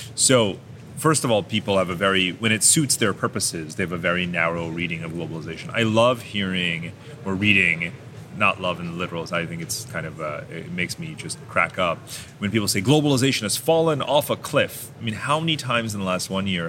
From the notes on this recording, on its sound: took place backstage at the Moscow Urban Forum